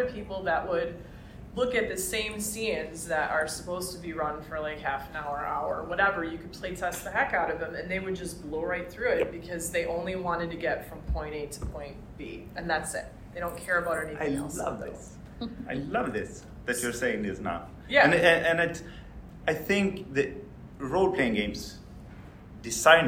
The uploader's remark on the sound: Our live panel at Gamehole Con